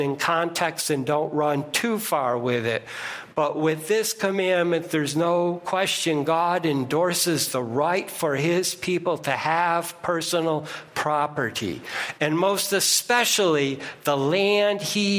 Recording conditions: large echoing room